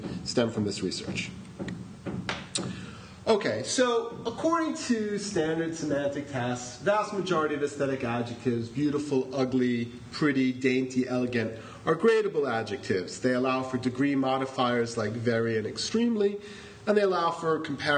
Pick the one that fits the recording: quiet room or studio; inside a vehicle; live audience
live audience